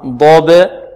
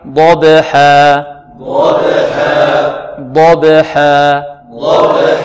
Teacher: نفخم الضاد ونوقق الباء ونقلقلها